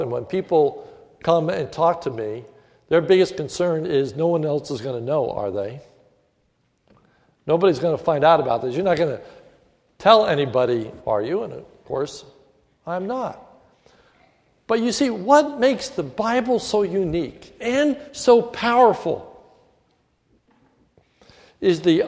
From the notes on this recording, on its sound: This is a sermon recorded at the Lebanon Bible Fellowship Church, in Lebanon, PA, on 12/31/2014 during the New Year’s Eve service